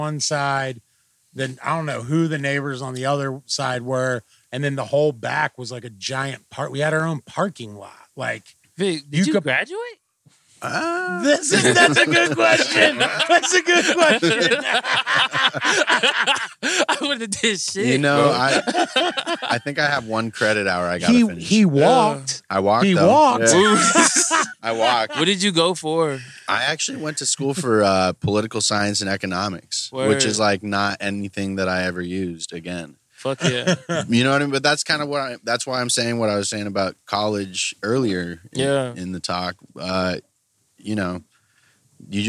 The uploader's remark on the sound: We recorded this outside behind the restaurant so there was a lot of noise. I tried my best to get this mix decent though lol.